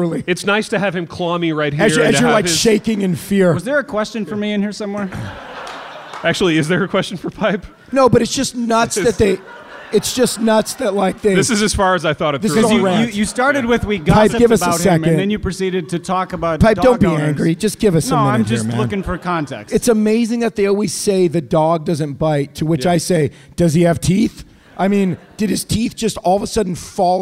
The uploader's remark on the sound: LIVE IN INDIANAPOLIS